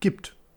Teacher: Das ändert sich bei gibt. Der gleiche Wortstamm, aber gibt ist stimmlos und fortis. Also mit einem hohen Spannungsgrad.